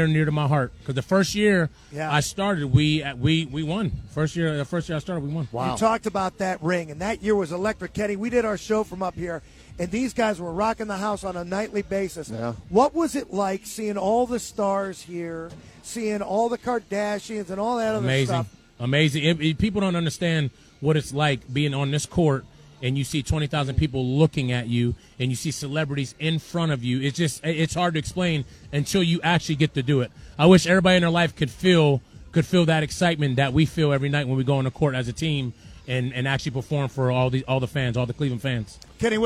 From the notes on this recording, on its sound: Live from Rocket Mortgage Fieldhouse. During tonight’s Cavs game.